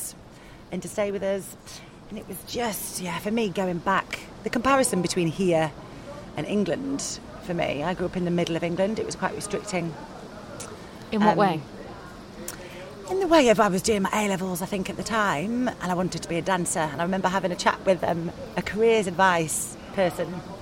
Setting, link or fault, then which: setting, outdoors